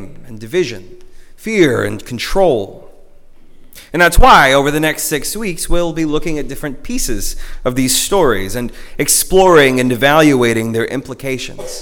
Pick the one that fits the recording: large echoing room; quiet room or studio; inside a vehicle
large echoing room